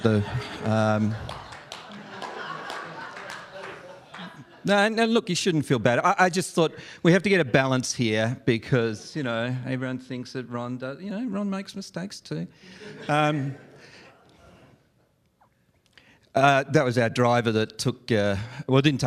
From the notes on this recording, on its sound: live event coverage of the VeraSage Symposium